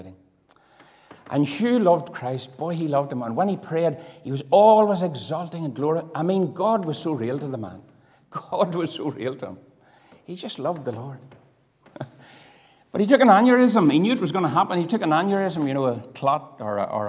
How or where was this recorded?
large echoing room